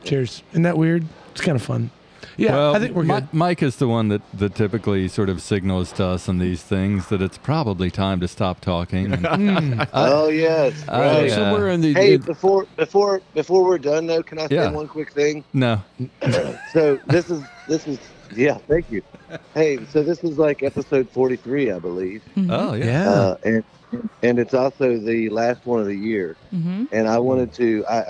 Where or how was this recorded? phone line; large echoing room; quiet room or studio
phone line